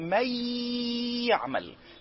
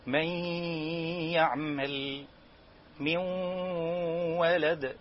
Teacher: خد بالك لو ضغطت على المخرج في الواو والياء بالذات هتجيب ادغام بس بدون غنة · Shown in: second take · Term: ادغاما بغنة